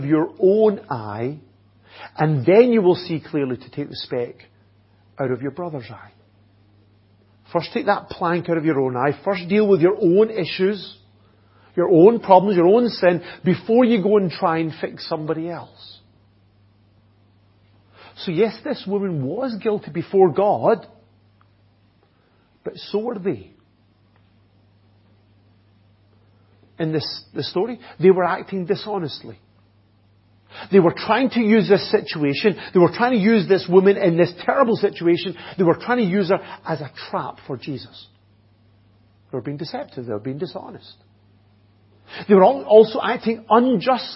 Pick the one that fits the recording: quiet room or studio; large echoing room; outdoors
large echoing room